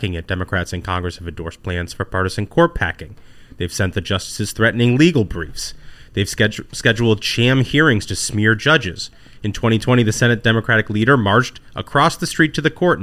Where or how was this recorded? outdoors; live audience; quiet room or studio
quiet room or studio